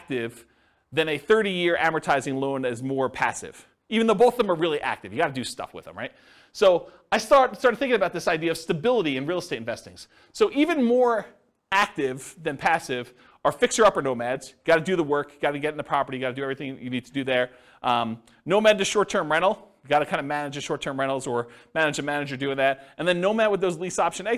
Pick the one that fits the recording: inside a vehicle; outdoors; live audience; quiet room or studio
live audience